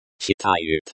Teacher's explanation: The stress in читают falls on the second syllable.